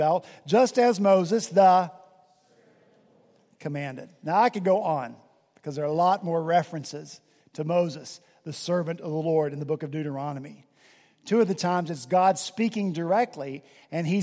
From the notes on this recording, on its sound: At Redeemer Presbyterian Church in Charleston, SC, our senior pastor preached from Deuteronomy 34:5-8.